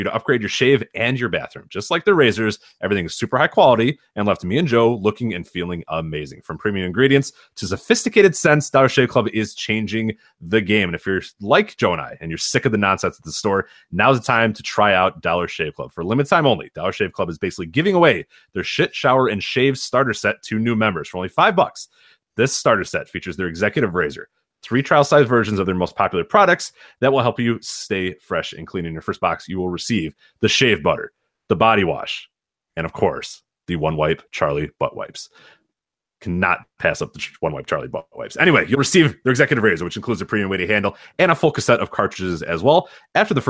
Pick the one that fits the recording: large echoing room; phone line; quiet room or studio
quiet room or studio